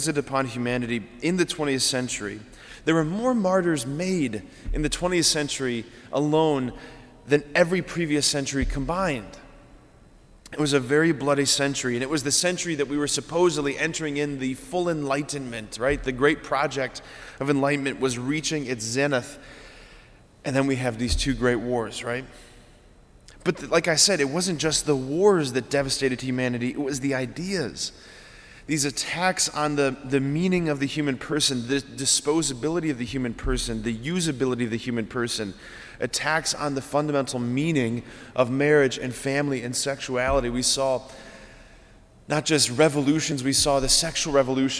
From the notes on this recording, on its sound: Sacred Heart of Jesus Catholic Church in Wadsworth, OH